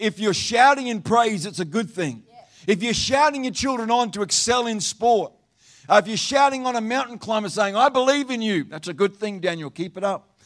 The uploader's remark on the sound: Live Stream of Destiny Church Atherton!